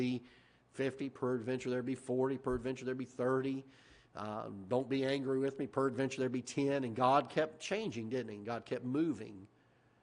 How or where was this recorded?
large echoing room